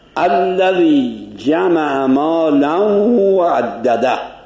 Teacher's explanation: مالا تنوین داره، واو هم جز حروف یرملونه، ادغام میکنیم · Term: ادغام در یرملون